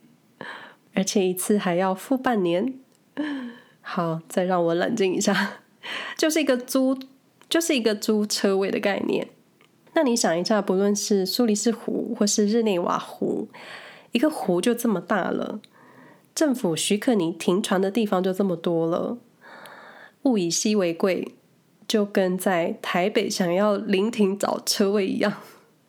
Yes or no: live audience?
no